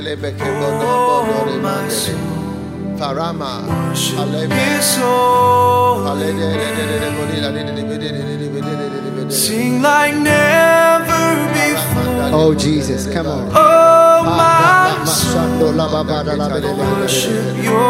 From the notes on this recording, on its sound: Preached at the FLOW Church Service.